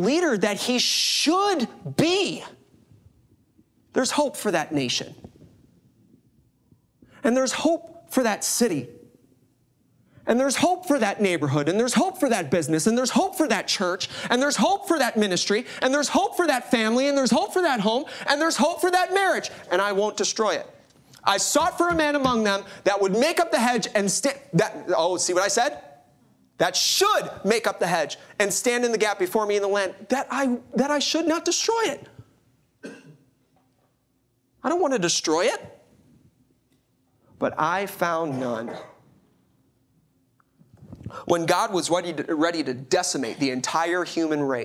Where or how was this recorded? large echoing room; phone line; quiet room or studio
large echoing room